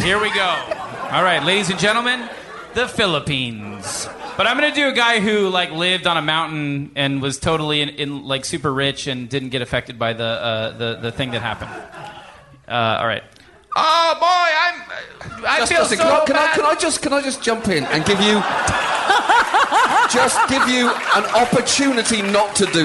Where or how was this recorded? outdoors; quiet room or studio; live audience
live audience